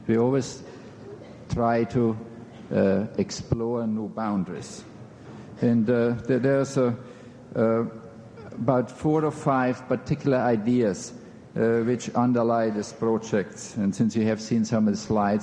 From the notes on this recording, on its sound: In this podcast, recorded at the Academy of Achievement's 1991 Summit in New York City.